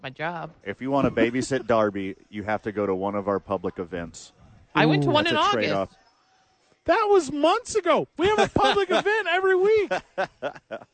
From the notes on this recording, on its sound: live from ABQ AXE talk Balloon Fiesta